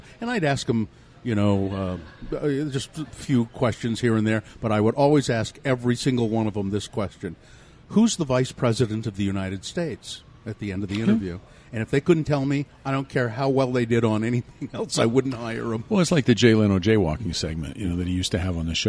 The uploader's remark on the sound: This episode was recorded at Zest in downtown SLC.